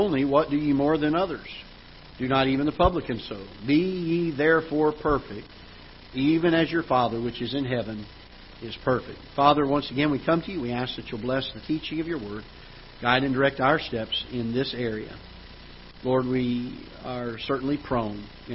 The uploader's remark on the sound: Ketha Heights Baptist Church ~ Live Broadcast